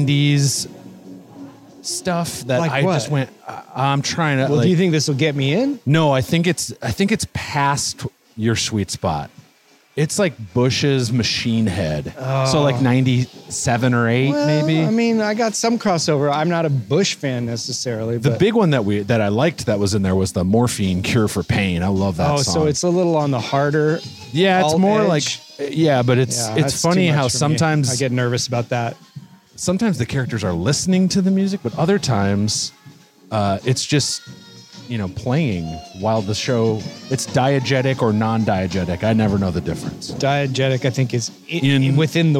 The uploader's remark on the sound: each episode as they walk a local mall